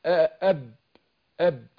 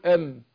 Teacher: الباء والميم تخرجان بانطباق الشفتين